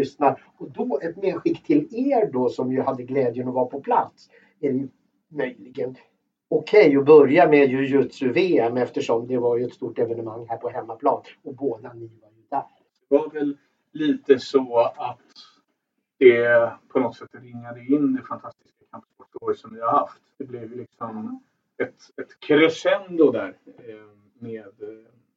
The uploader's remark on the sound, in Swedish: Vi beklagar ljudkvalitén i veckans avsnitt.